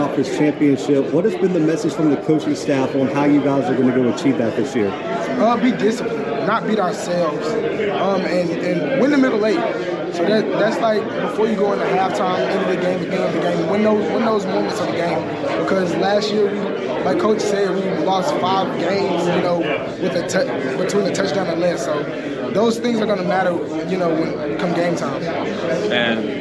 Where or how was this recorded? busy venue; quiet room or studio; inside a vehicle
busy venue